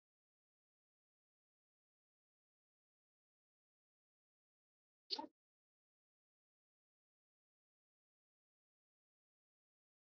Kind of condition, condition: fault, poor sound quality